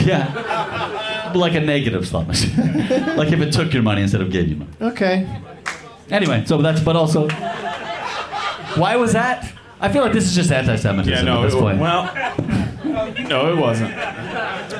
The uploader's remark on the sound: Live from the Punchline in San Francisco